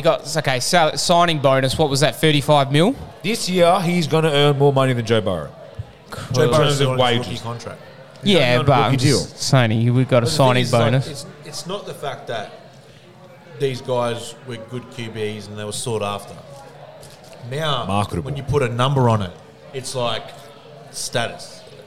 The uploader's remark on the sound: The boys are live from Varsity in Waterford as they tackle the "Devil Wings" Challenge. Bonus audio of the lads doing the challenge live and in a whole lot of pain!!!